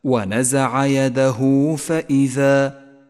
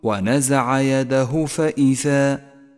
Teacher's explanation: وقبلها حرف متحرك وهو الدال وبعدها حرف غير الهمزة وهو الفاء والواجب هنا أن نمد إشارة الصلة حركتين · Shown in: first take · Term: مد الصلة الصغرى